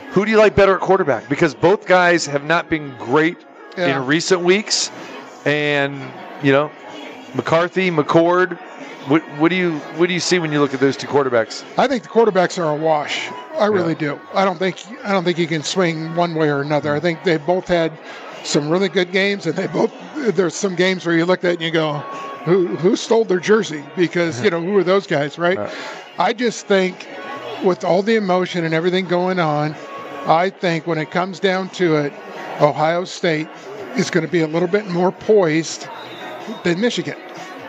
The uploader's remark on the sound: Live from the Super Book at Westgate Las Vegas